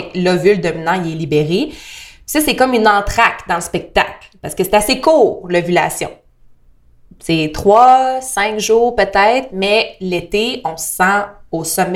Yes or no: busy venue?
no